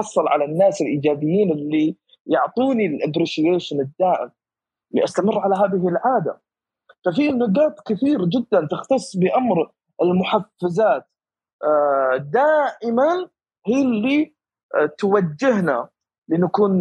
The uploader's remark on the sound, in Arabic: تسجيل لمساحة ابن رشد الأسبوعية على منصة تويتر